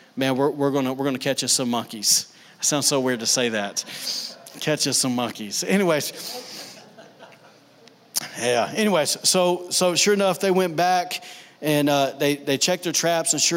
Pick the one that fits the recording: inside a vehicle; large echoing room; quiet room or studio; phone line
large echoing room